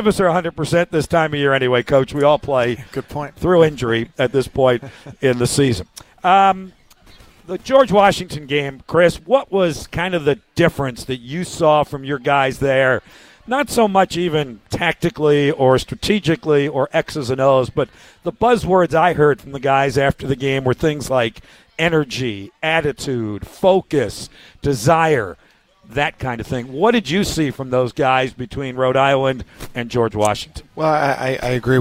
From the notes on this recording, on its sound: Joins the show from Glory Days Grill.